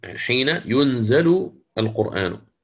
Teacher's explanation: ثم مسألة أخرى في الفرشيات أيضا، وهي في الفعل المضارع في ينزل، وهذه إما أن تكون بالياء أو التاء أو النون، يعني ينزل، ننزل، تنزل، كل هذه الأفعال في المضارع كيفما تصرفت هذه الأفعال، إلا وقرأها بإسكان النون وتخفيف الزاي بالكسر